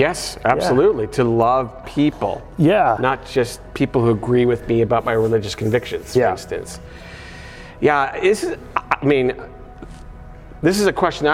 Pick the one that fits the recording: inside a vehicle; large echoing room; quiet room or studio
large echoing room